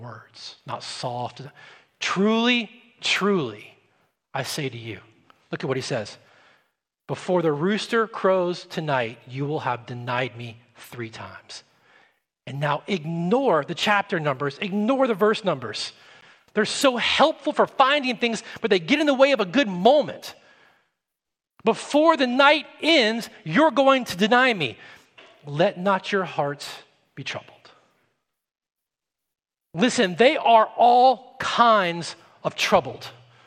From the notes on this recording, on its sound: at Redemption Hill Church on Sunday, November 7th, 2021